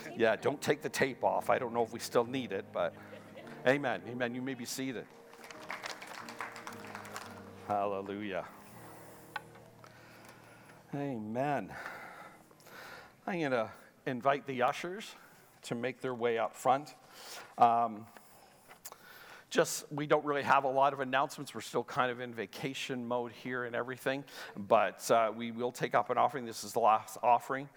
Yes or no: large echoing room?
yes